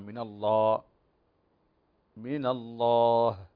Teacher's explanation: لو وقفنا على كلمة الله فنظهر الهاء هنا مع الهمس